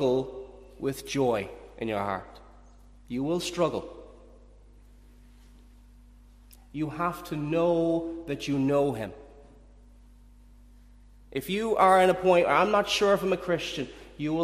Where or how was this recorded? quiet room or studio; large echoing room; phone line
large echoing room